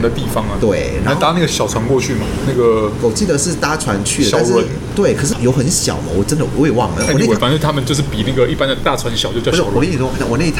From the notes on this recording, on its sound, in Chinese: 本集白噪音指數：蚊風級 1/5。錄音地點： BUZZ Cafe & Beer。